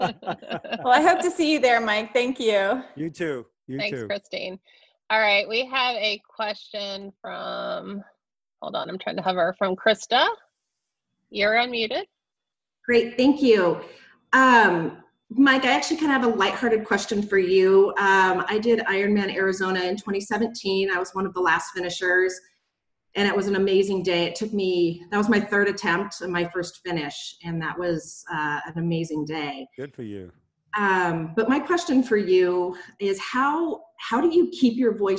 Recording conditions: video call